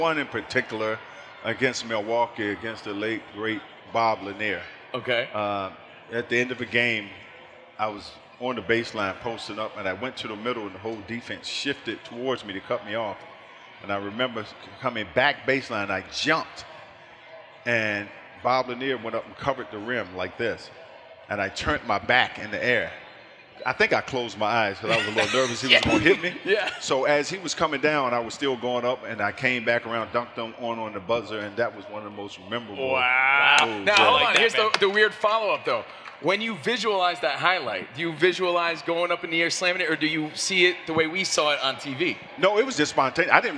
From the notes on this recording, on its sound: live again from NBA-CON in Vegas